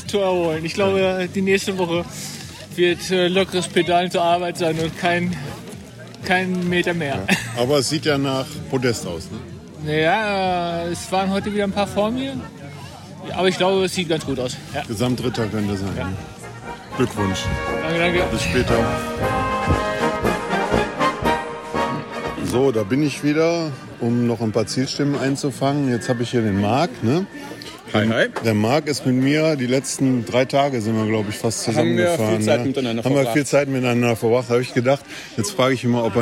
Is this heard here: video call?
no